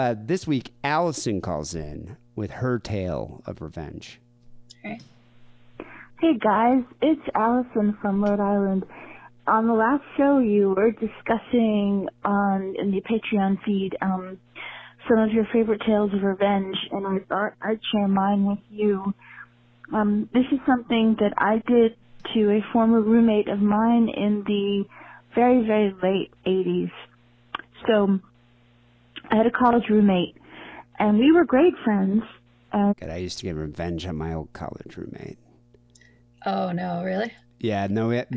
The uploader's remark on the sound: Phone calls.